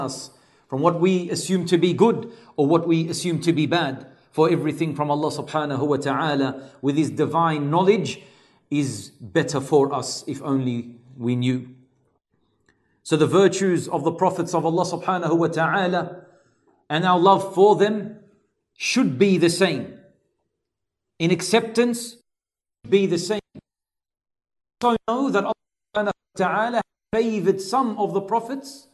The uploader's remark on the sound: LIVE from ASWJ Auburn